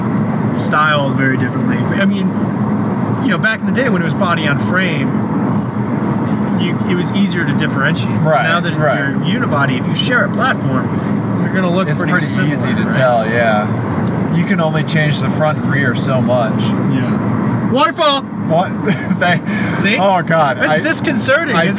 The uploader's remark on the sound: It's a very special road trip episode. Two idiots driving around Colorado in a 20-year-old Saab.